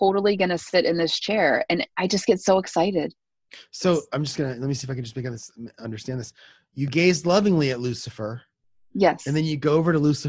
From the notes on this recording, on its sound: We have finally switched from the terrible zencastr to Zoom and everything went smooth.